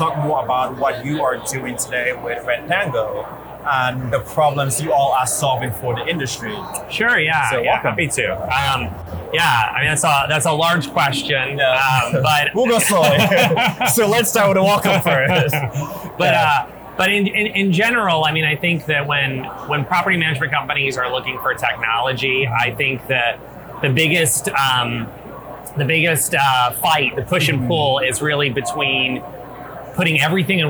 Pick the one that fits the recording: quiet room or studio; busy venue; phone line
busy venue